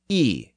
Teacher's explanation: It was basically the E sound pronounced with rounded lips.